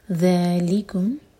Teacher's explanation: ذا کی سٹریچ کے بعد لی پر زور